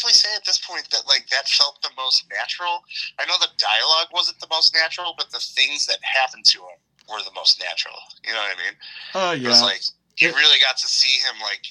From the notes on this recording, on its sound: Record via phone between Grand Rapids, Michigan and Chicago